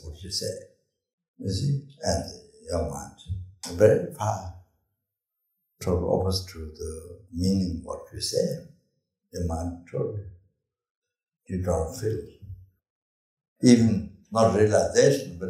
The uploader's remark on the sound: The teaching for this episode was recorded on September 16, 2018, at Amitabha Buddhist Centre, Singapore.